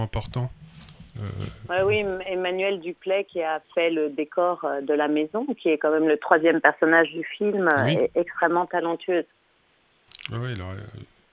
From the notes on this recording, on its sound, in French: Par insert téléphonique.